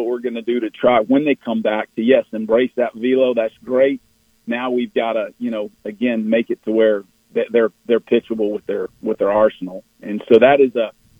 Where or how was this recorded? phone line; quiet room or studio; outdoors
phone line